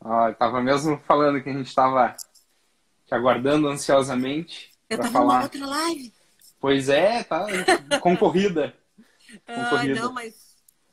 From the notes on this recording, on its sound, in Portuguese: em uma live no instagram